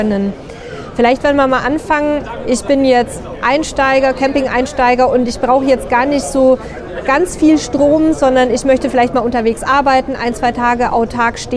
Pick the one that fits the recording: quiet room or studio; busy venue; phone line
busy venue